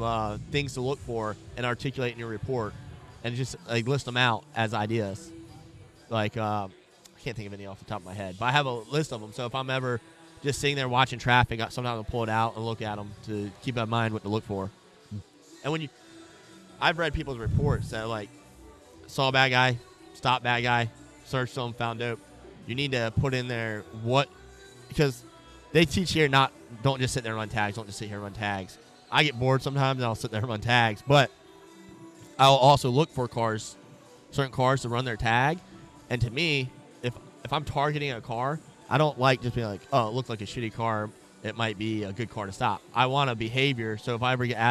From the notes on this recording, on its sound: take a break from vending at the Refracted Wolf Apparel booth